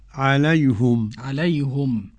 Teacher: ضم الهاء من عليهم حمزة رضي الله عنه ويعقوب الحضرمي